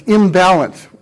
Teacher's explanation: this is an assimilation in place of articulation of the nasal consonant at the end of con and in. And in fact, any nasal that we get from Latin, we should expect to undergo this rule, because this was an allomorphy rule of classical Latin.